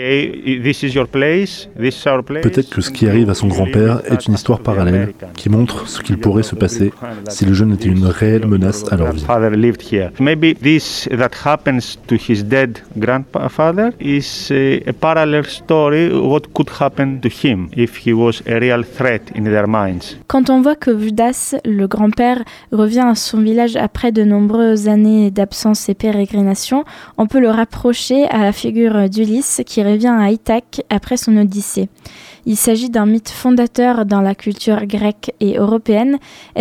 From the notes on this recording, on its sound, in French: Enregistrée au festival Festival Premiers Plans. Enregistrée au festival Festival Premiers Plans.